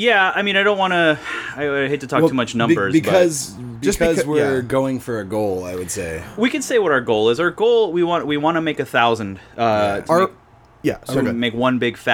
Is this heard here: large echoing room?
no